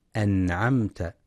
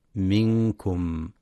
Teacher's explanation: ومخرج الميم من الشفتين بانطباقهما · Term: الميم الساكنة